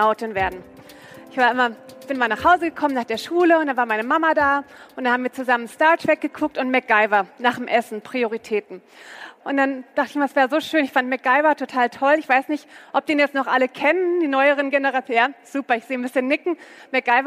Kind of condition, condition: setting, busy venue